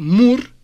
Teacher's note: Subo el pico de la lengua al paladar para que allí vibre la apical, mur.